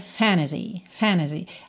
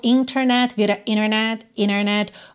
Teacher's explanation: Assim como internet vira internet, internet. Ou seja, quando a gente tem N, o T e uma vogal, muitas vezes esse T some e a gente usa o N para ligar direto na vogal. Então, fantasy vira fantasy.